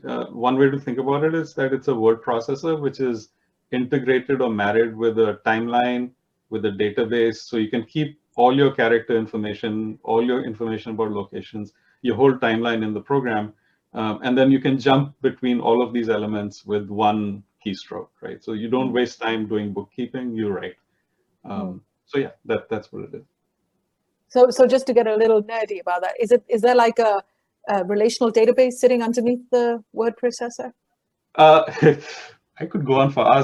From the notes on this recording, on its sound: This episode is the audio version of a live online session from #JLFColorado2020.